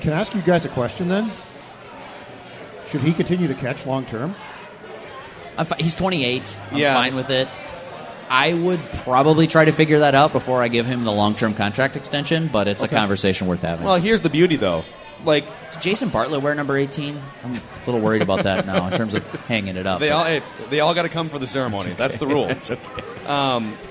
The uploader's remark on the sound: sit down at Fulton Brewery in Minneapolis